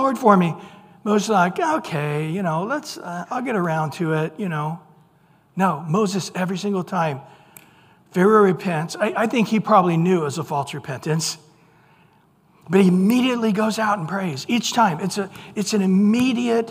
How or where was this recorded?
large echoing room